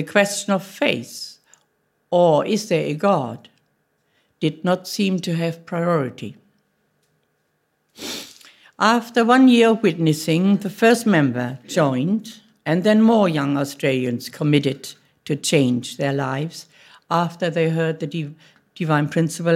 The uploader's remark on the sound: Audio from a sermon in Hatch End